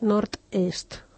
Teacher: fem una sorda, la T, i no una sonora, que seria la D